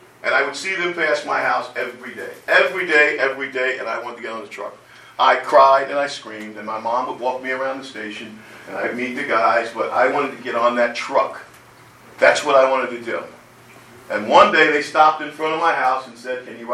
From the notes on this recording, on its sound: The audio is basic. It was live and not planned to be recorded.